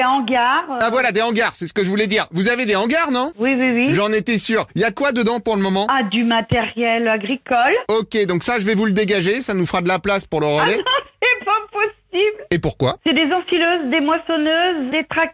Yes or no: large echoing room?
no